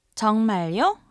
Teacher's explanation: A combination of the word 정말 and the polite sentence ending 요 with the rising intonation indicating a question simply means really in English.